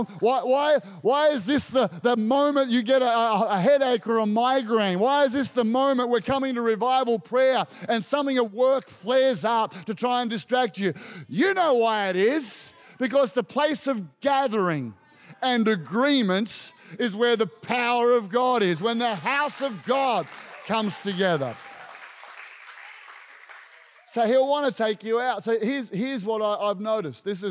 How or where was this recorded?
live audience